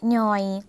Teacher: ย่อยเสียงสั้นนะคะพอเสียงสั้นคุณผู้ชมคะเป็นเสียงขึ้นจมูกค่ะ นะคะเราก็ใช้พยัญชนะตัวเดิมค่ะจำได้แล้วใช่ไหมคะย่อยุ่งไปเลยค่ะย่อยุ่งนะคะใส่สระอค่ะคุณผู้ชมคะสระอในภาษาลาวถ้ามีตัวสะกดเขียนเป็นรูปออโออโอเหมือนในภาษาไทยเลยค่ะไปที่ออโอนะคะออโอค่ะม้วนหัวจากด้านล่างนะคะขึ้นไปด้านบนคุณ